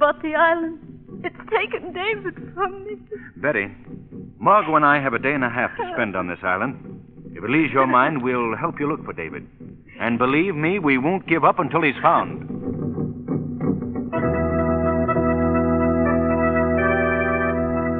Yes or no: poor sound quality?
yes